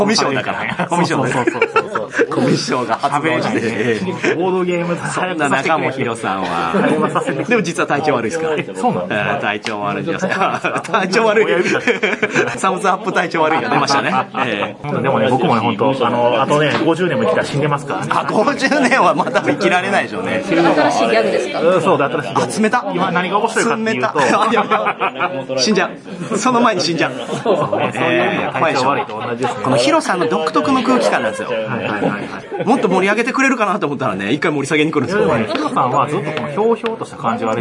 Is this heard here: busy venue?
yes